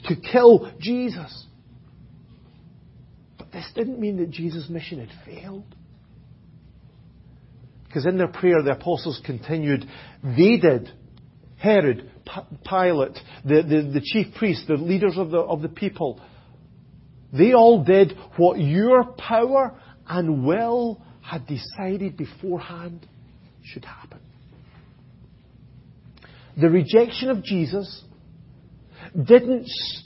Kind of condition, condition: setting, large echoing room